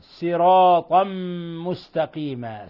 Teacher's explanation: قرأ لفظ صراطا مستقيما بالسين الخالصة